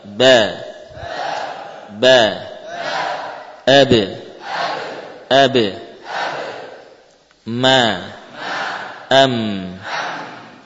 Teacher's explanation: menempelkan kedua bibir, muncullah ba dan mim